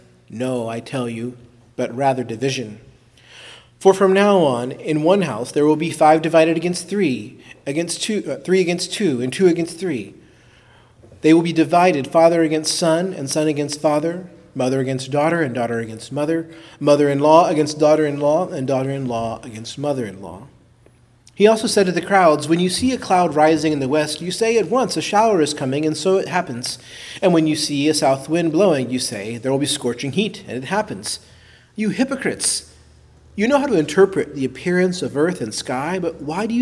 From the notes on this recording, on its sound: Preached at Christ Our Savior Baptist Church.